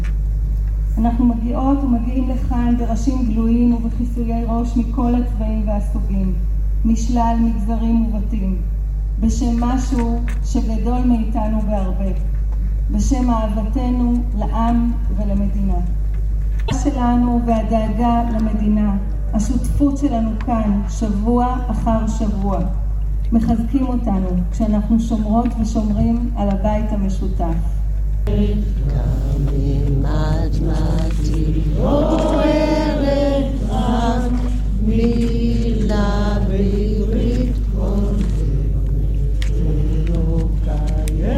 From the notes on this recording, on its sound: Recordings from the Israeli protests. Judicial reform protests open with minute of silence for terror victims, recordings from the protests.